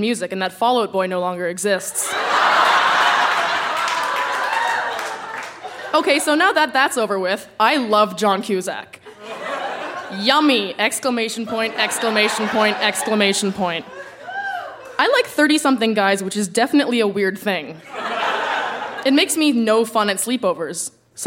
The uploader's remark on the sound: Recorded live at the Gladstone Hotel Ballroom in Toronto, ON.